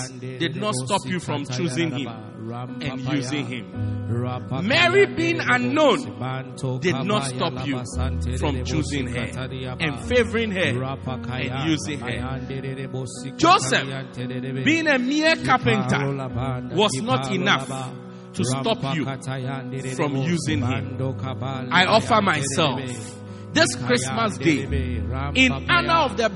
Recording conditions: large echoing room